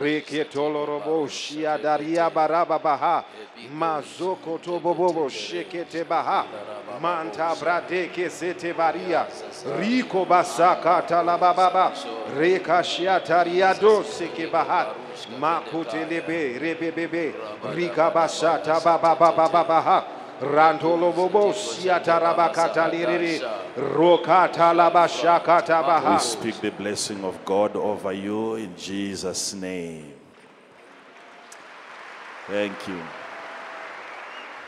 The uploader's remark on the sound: answers questions from the audience